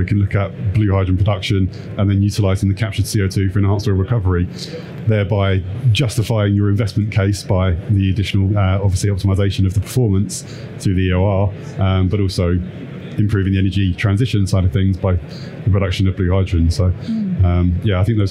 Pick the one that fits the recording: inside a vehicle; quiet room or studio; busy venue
busy venue